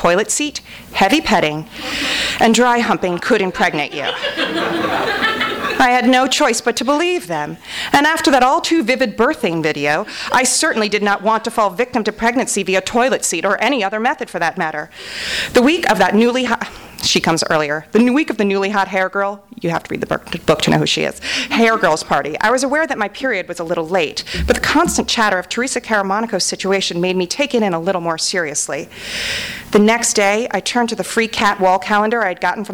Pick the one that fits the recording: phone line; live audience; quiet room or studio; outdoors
live audience